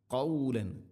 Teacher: فبدل الذين ظلموا قولا، قولا غيره، قولا، കൗലൻ അല്ല ഖാഫ്, തൊണ്ടയുടെ മുകൾ ഭാഗവും കഴിഞ്ഞ് ഖാഫ് ചെറുനാക്കിൻ്റെ ആ ഒരു ഭാഗത്ത് നിന്നാണത് അതിൻ്റെ മഖ്റജ്